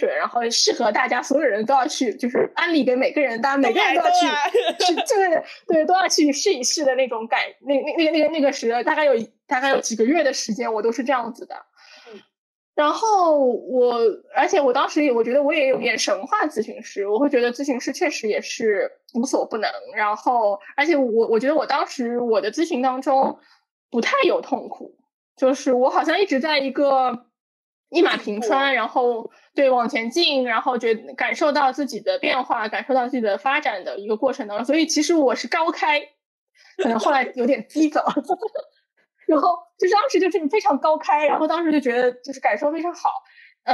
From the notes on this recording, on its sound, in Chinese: 本次播客是线上录制，音质较差，敬请谅解。